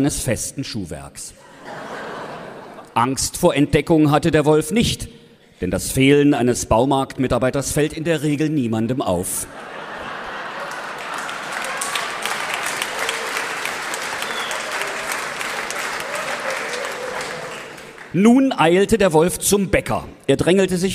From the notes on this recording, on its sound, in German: Sachsens lustigster Podcast war auf großer Live-Tour mit IHREN Lieblingsmärchen. Hier ist der erste von fünf Mitschnitten aus dem Zentralgasthof in Weinböhla.